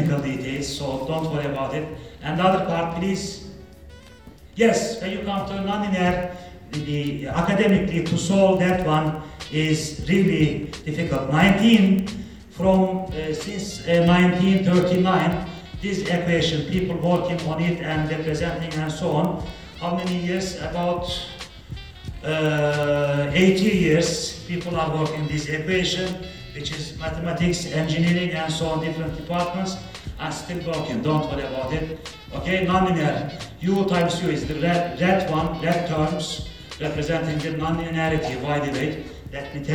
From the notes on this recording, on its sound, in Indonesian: gw mengikuti sebuah siposium yg ada di istanbul, dan materi dari para pembicara pun gw rekam